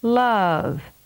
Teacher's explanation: Did you hear the voice start high and slide down to a lower pitch in that word? To accomplish this pitch change, you change tones during the vowel. · Term: falling pitch